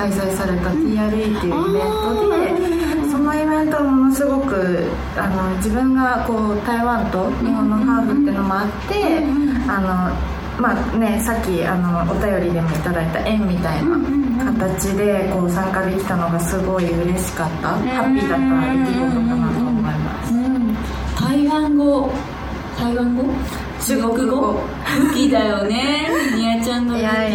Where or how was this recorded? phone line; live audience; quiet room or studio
live audience